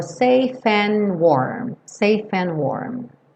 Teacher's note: o E do safe não vai ser pronunciado, então você junta safe com and. E esse D do and também sumiu, então ficou safe and warm.